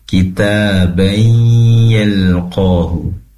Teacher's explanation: kitabai di situ ada tanwin bertemu dengan ya, pastikan didengungkan serta dimasukkan idgham bi gunnah, masuk seraya mendengung